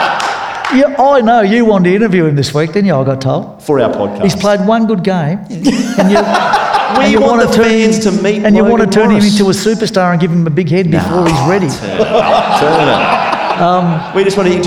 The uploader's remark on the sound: This conversation was recorded on Thursday February 15 at the Ron Hurley Theatre in Seven Hills.